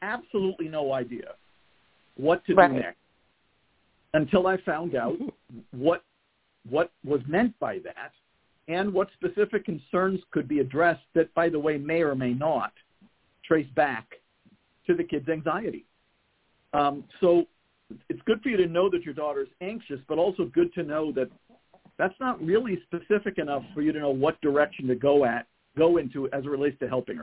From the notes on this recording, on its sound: a mom who called